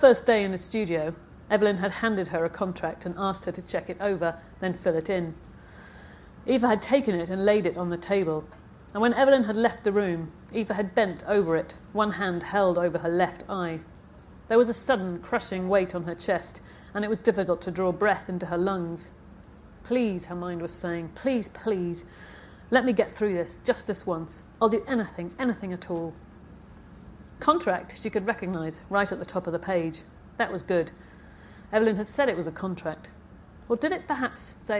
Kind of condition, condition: setting, live audience